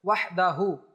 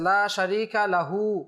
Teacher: ওয়াহদাহু লা শারীকা লাহু, লা ইলাহা ইল্লাল্লাহ ওয়াহদাহু লা শারীকা লাহু। ওয়াহদাহুর মধ্যে যে হা রয়েছে ওয়াহদাহু, এই হুটা টান হবে না, কিন্তু এরপরে যে রয়েছে লা শারীকা লাহু, এখানে এক আলিফ টান হবে